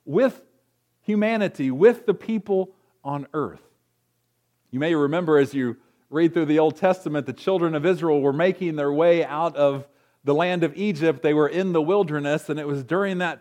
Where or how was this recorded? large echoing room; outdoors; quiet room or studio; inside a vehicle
large echoing room